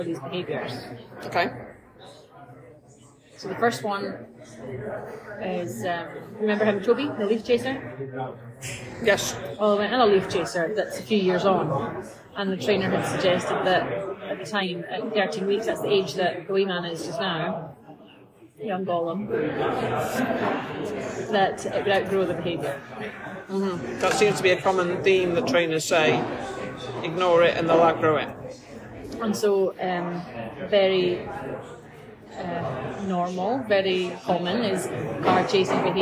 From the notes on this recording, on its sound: (please note this episode is recorded in Starbucks so may have more background noise than a usual podcast).